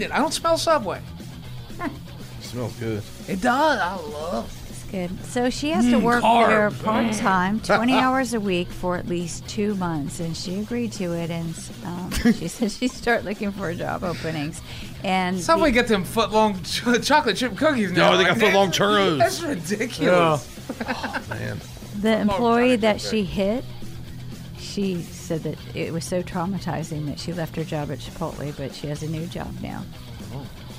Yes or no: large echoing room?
no